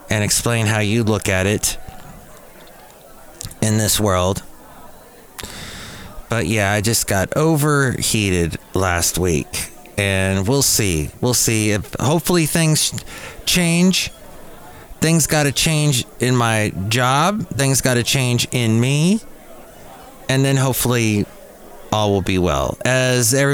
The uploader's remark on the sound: podcasts live from Café Anyway